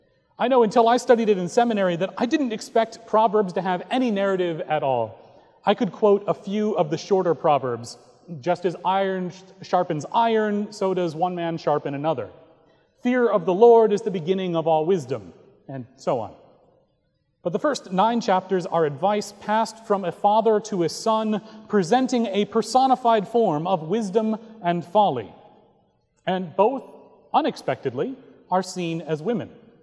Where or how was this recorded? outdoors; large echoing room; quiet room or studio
large echoing room